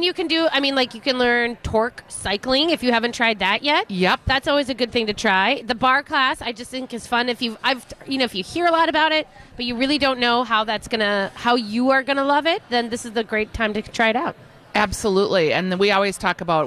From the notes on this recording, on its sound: Live at Fit Fest!